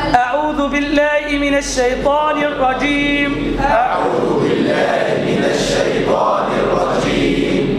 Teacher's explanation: والجيم بتاعنا شديدة مجهور